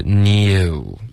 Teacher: 英文的是 new，然后这个 you 的这个滑动就是靠嘴唇的,ok,所以不用用中文的这个妞，用英文的 new,ok,、okay,是不同的肌肉,ok,不同的 muscles。